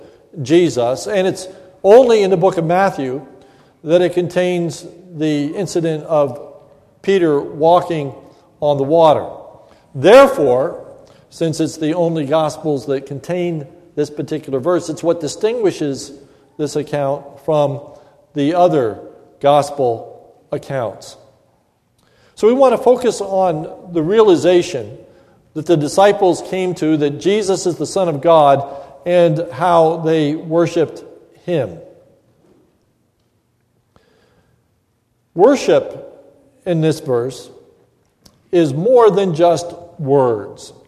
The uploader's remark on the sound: This is a sermon recorded at the Lebanon Bible Fellowship Church in Lebanon, PA on 5/24/2015 during the morning worship service